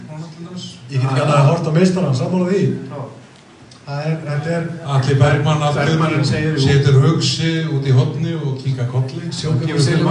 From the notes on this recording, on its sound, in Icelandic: Já, þessi þáttur var live og við viljum benda á að hljóðgæðin eru ekki frábær. Þátturinn endar fremur snögglega en það var út af þessum margfrægu tæknilegu örðugleikum.